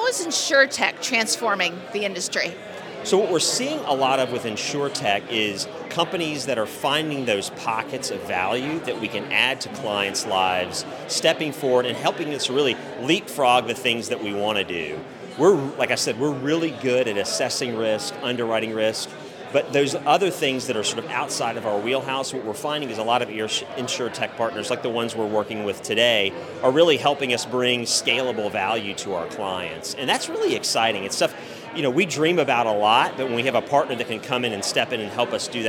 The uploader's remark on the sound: spoke with AM Best TV at the InsurTech NY Spring Conference in New York City